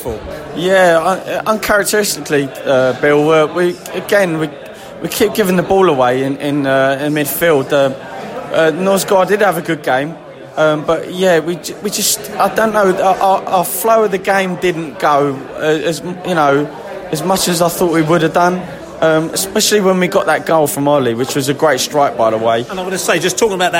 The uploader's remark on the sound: post-match podcast from the pub